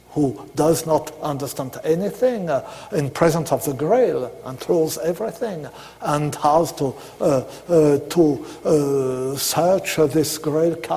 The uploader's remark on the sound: delivered March 5th 2009, at the University of Chicago.